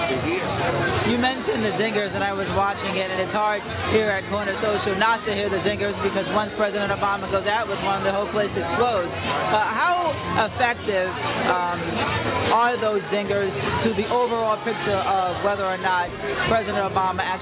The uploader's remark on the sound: Election Night Watch Party-Live From one of Harlem's most historic sites, The Malcolm X and Dr. Betty Shabazz Memorial Educational Center!